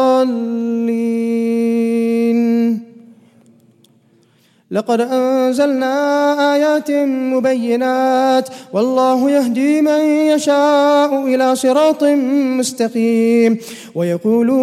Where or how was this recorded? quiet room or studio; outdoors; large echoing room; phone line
large echoing room